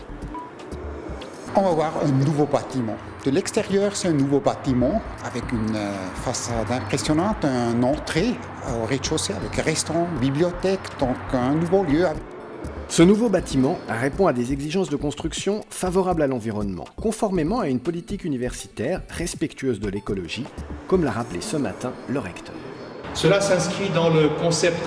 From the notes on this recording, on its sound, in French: Film réalisé à l'occasion de la conférence de presse du 14 novembre 2008